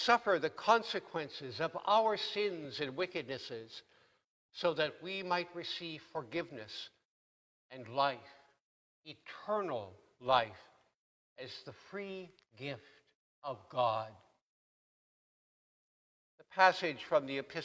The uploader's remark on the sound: Please note that due to technical difficulties, this sermon was recorded at the 8AM service.